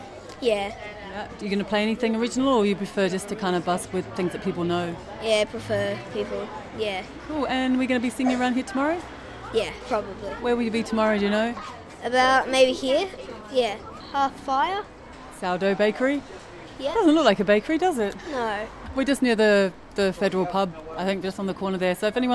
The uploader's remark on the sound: A taste of life on the bustling streets of Bellingen during the 2016 annual Winter music festival as part of a live broadcast between 2 triple B Bellingen and BayFM 99.9 Byron Bay.